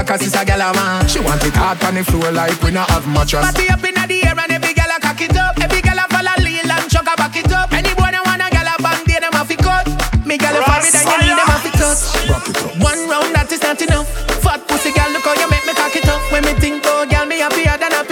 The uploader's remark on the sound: LIVE AUDIO CLIPS FROM FAYAH SUNDAYS HOLLYWOOD. SORRRY ABOUT THE SHORT CLIPS.